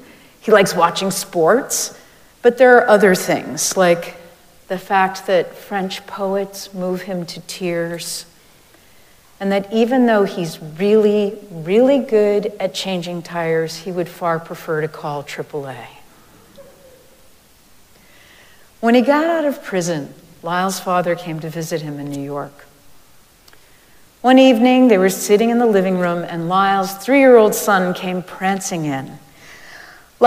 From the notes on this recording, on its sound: Recorded live at Arlington Street Church.